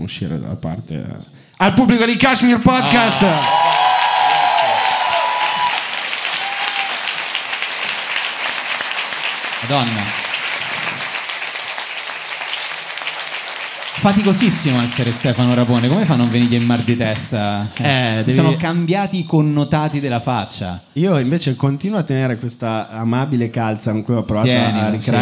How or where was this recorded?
live audience